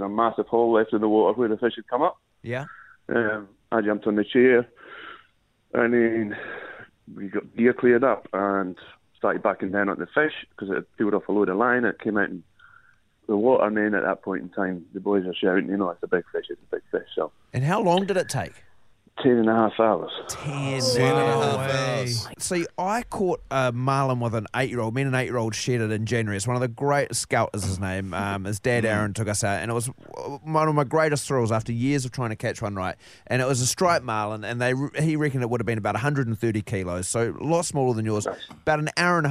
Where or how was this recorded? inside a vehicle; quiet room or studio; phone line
phone line